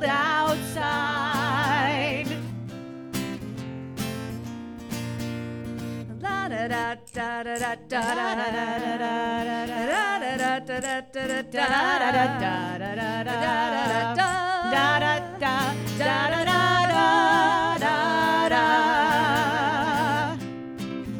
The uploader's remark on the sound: This musical episode was recorded live at iO Chicago with Improvised Star Trek.